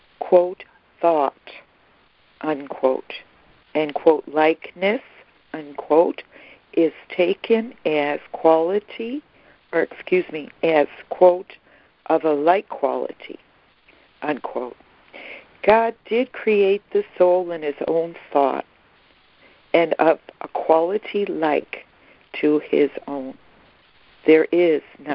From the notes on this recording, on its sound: ACIM Daily Conference Call.